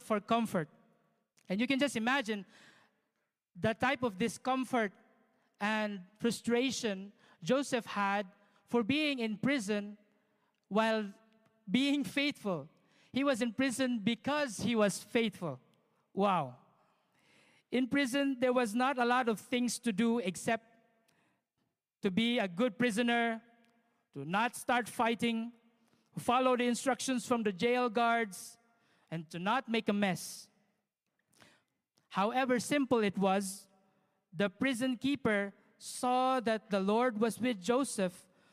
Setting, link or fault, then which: setting, large echoing room